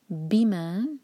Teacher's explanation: دو syllable والا ورڈ، بی پر زور